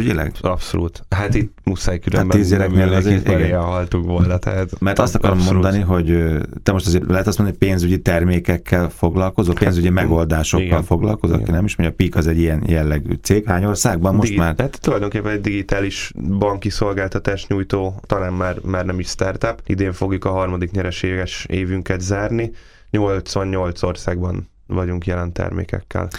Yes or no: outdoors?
no